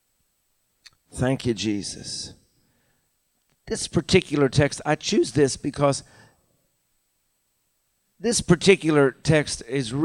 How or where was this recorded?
large echoing room